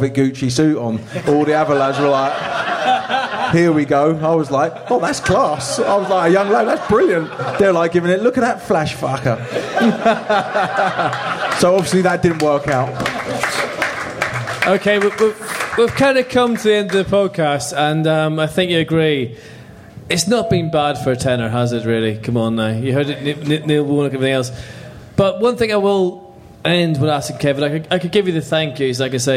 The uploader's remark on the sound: The LIVE Pod. The boys are LIVE At The Good Ship in Kilburn!